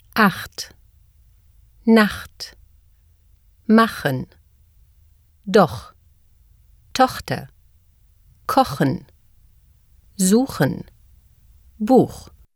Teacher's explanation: After A, O, U, and AU, the CH sound is guttural. That means the sound originates in the back of the throat, like the English K, with the tongue lowering to allow air to come through. This sound is also very close to the R that is trilled in the back of the throat.